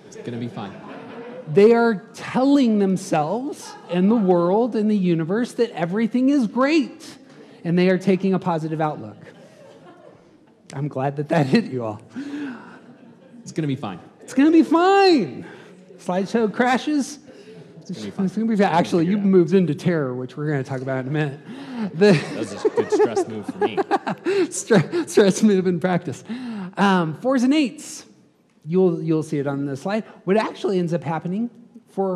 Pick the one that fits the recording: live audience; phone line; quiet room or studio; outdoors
live audience